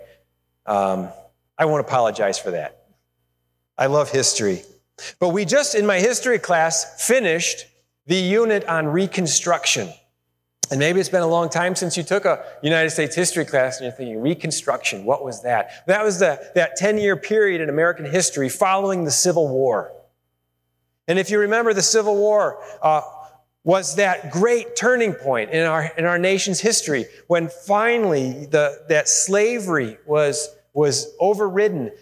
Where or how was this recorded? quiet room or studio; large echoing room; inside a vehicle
large echoing room